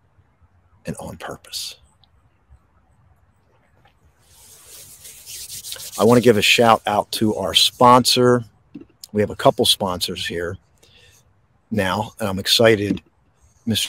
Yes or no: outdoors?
yes